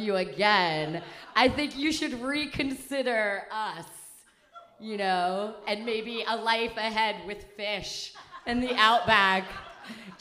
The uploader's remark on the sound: LIVE at RomCom Fest. We had a live show at the Downtown Independent!